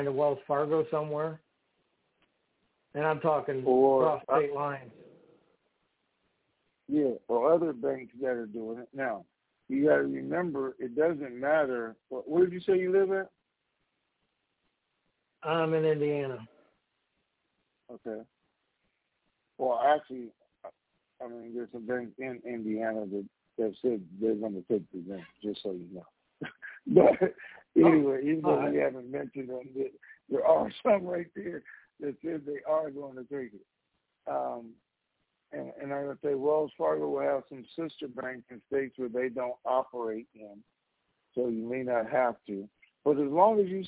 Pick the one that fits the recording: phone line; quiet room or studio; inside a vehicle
phone line